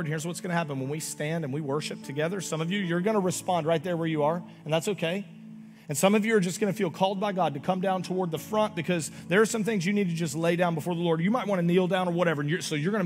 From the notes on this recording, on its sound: Augustine, Florida. Recorded live on October 29, 2023 at Church On The Rock.